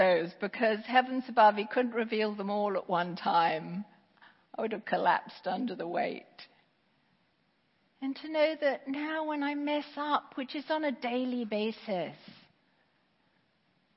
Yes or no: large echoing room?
yes